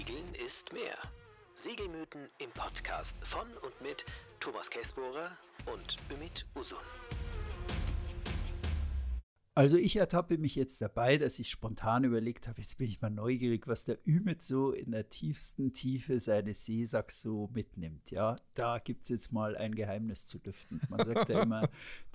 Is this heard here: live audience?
no